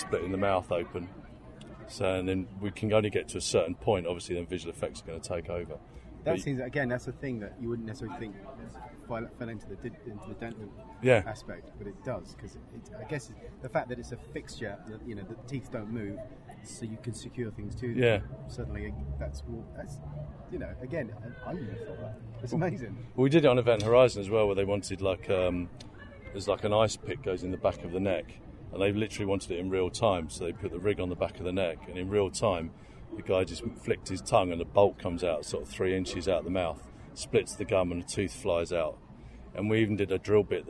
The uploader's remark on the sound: outside the venue as it was far quieter than inside